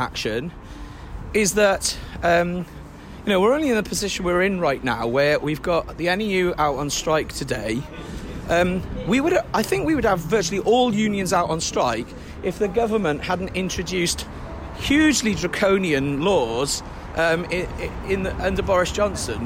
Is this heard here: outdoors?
yes